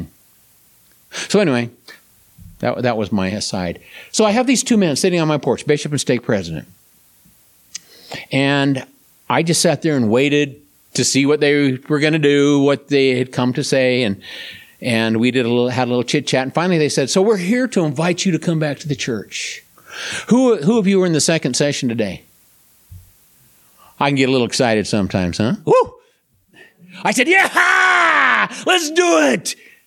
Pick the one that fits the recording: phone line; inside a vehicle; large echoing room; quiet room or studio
large echoing room